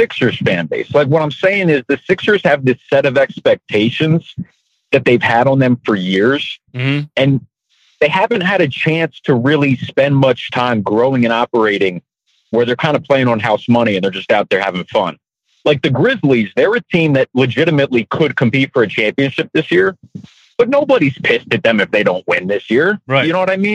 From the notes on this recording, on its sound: Here’s 15 minutes of live callers keeping it 100 percent.